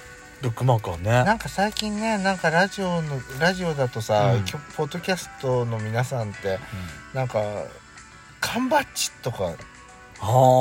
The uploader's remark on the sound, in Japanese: パーキング収録。